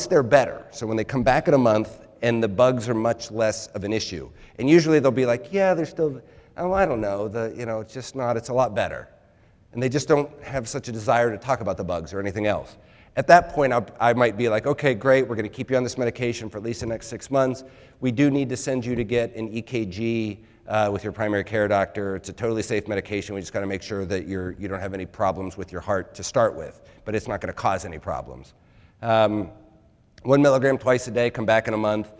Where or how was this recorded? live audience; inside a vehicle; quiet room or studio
live audience